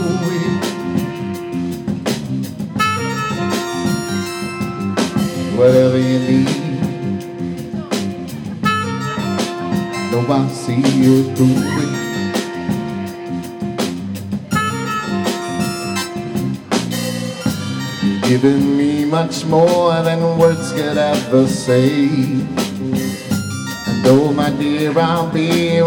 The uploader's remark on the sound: At Nash Street Tavern. This recording was created by the house sound maestro. We missed a few songs of the evening due to the length of a standard audio CD.